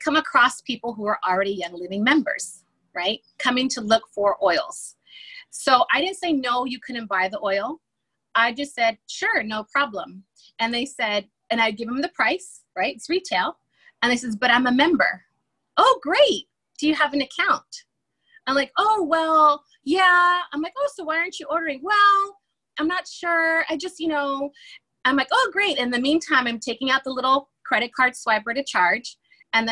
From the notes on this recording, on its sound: I was in the car on my way to the airport